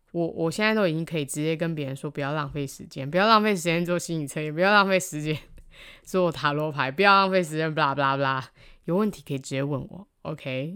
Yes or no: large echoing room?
no